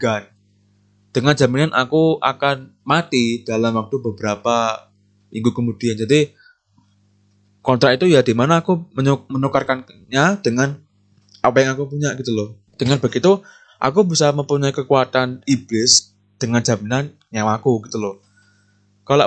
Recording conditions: poor sound quality